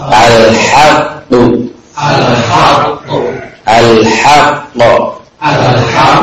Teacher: Nah, ini huruf qaf yang keluar dari aqsal al-lisan.